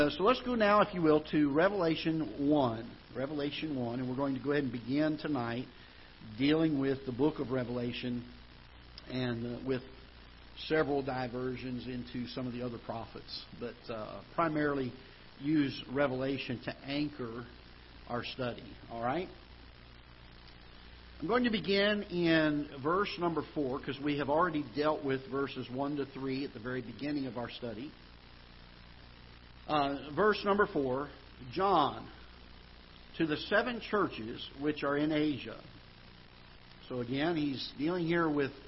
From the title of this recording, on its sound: Ketha Heights Baptist Church ~ Live Broadcast